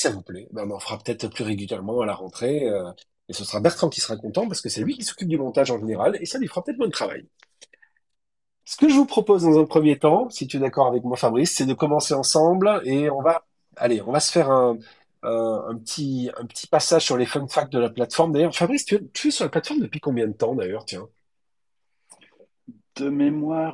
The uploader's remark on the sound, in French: Un live de 2h.